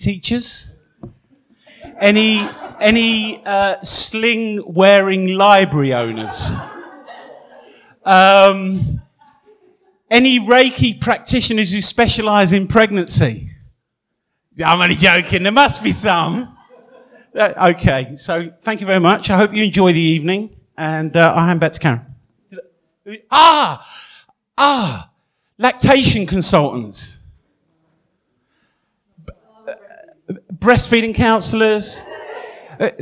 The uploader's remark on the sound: A live episode recorded at effraspace